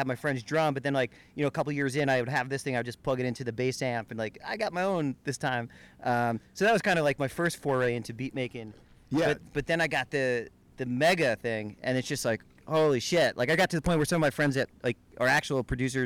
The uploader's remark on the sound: Recorded on a rooftop in Brooklyn.